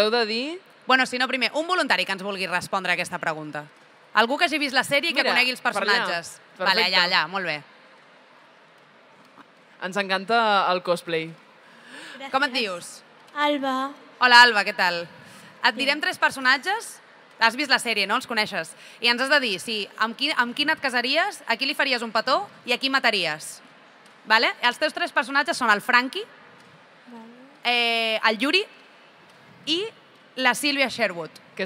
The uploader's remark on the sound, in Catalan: en directe des del MangaBCN 2024